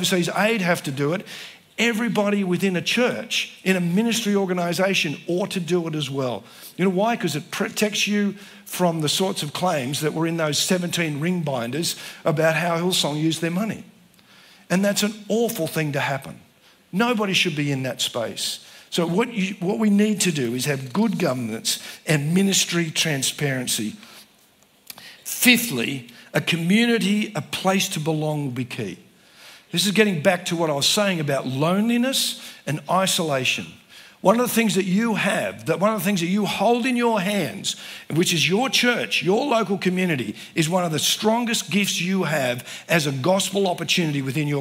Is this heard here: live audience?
yes